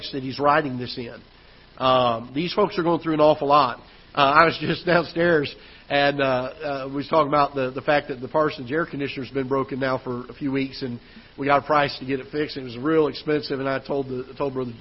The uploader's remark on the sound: Ketha Heights Baptist Church ~ Live Broadcast